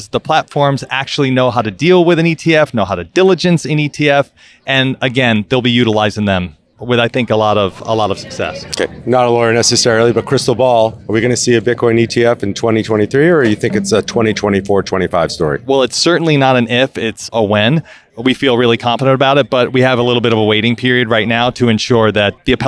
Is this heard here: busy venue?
yes